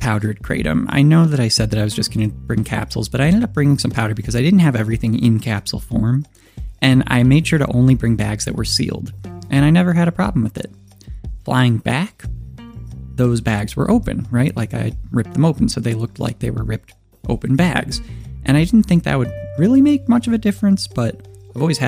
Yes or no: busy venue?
no